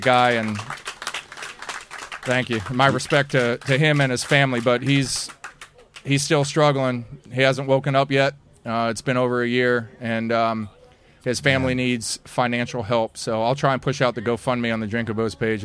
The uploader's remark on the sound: live from a Drinkin' Bros house party in Florida